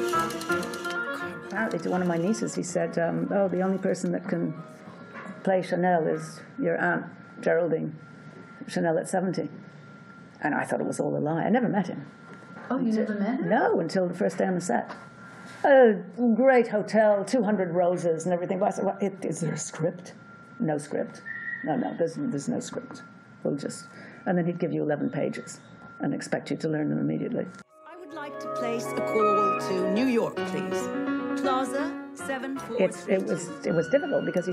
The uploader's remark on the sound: at the Panama Film Festival